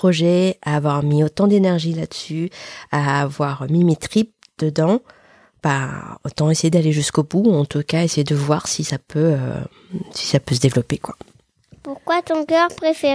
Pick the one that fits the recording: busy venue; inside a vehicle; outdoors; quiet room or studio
quiet room or studio